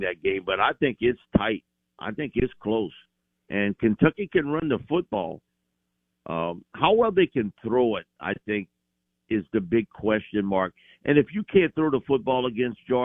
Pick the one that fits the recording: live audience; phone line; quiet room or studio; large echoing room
phone line